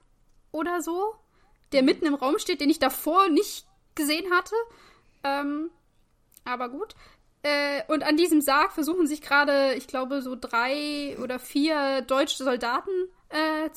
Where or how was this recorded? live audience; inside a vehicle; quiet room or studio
quiet room or studio